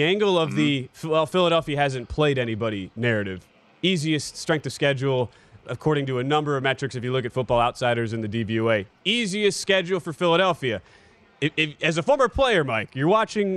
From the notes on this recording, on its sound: live from Radio Row in Phoenix, AZ